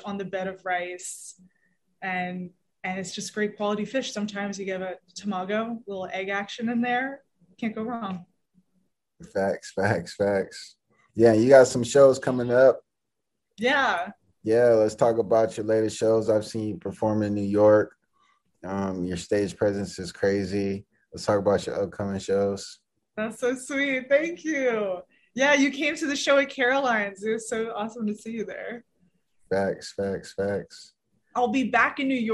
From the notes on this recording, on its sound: full zoom interview